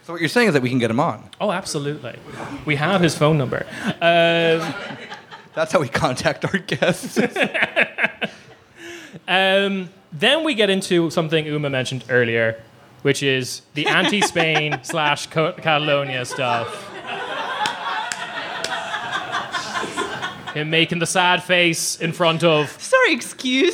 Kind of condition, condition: setting, live audience